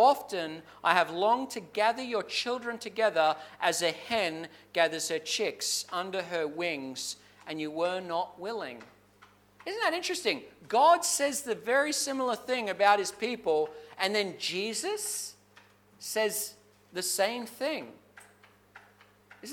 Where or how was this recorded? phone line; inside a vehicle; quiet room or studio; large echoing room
large echoing room